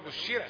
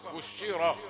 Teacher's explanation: وإذا بشر أحد را مفخمة ورش هو اللي حيقول بشيرة وانا برقق الراء تبعا للكسر التي قبلها. لكن احنا نظامنا الراء المفتوحة مفخمة · Shown in: second take